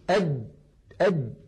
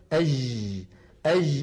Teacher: كذلك الجيم أجد، الجيم أد مهما ضغطت فإن الجيم العربية الفصيحة شديدة يعني ينحبس الصوت · Shown in: first take